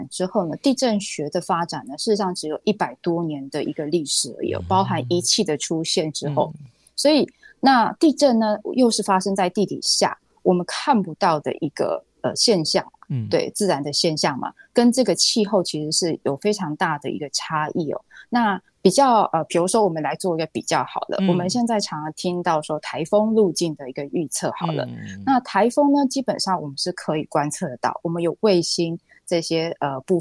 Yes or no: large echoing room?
no